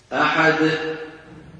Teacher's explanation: بعد ما ينطق حرف القلقلة شو بيعمل؟ يقفل الوترين الصوتيين فينشأ همزة · Term: ختم صوتها بهمزة